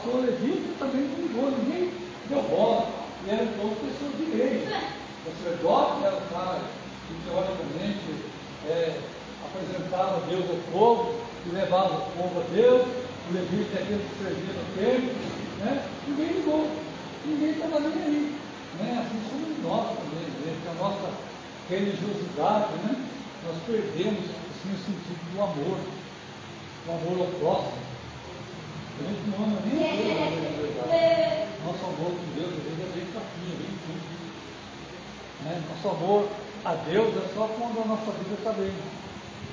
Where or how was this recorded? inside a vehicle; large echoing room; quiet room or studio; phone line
large echoing room